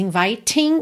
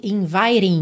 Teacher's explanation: Aqui ele reduziu o T para rararã · Shown in: second take · Então não temos inviting e sim inviting, muito comum no inglês americano.